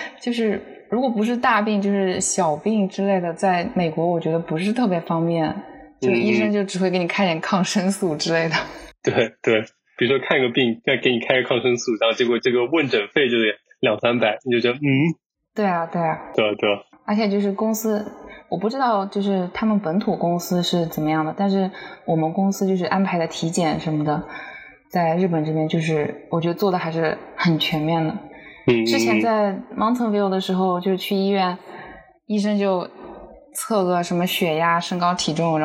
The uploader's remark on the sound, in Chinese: 这期节目我请来了我在东京的同事。抱歉这期音质略有不足。